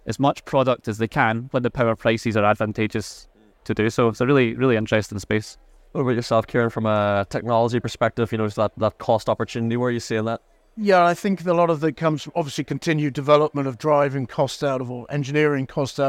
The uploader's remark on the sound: Recorded live at Offshore Europe 2023